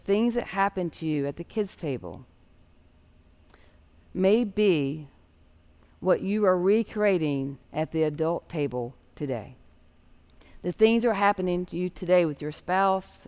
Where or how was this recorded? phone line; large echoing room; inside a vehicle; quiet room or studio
large echoing room